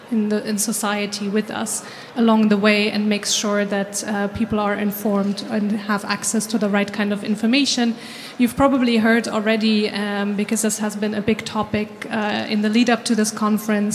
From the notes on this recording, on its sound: The conversation took place as part of the SDG Media Zone sessions at the UN Water Conference. The conversation took place as part of the SDG Media Zone sessions at the UN Water Conference.